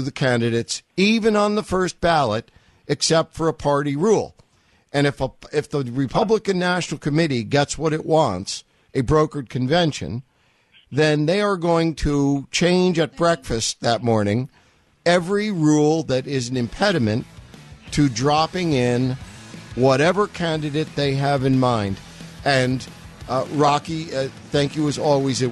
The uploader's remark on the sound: Your phone calls.